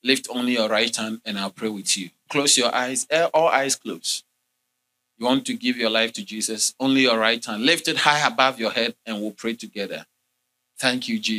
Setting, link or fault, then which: setting, large echoing room